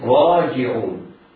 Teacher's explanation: الراء مفتوحة متحركة بالفتح حكمها التفخيم. راجعون مفعول طبيعي مفعول عارض للسكون.